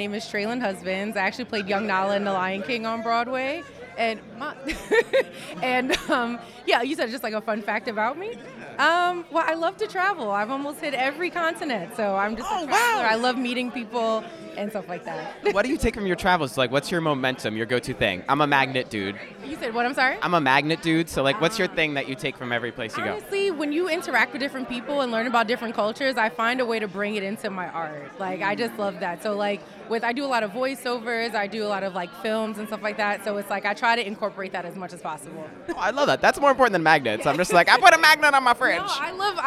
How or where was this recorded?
busy venue